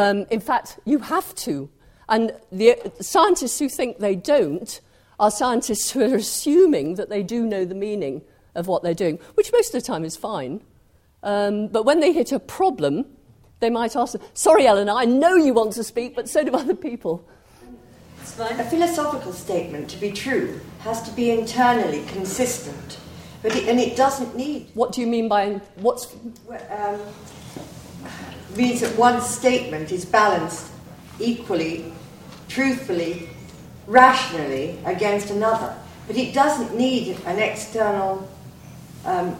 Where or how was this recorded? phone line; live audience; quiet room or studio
live audience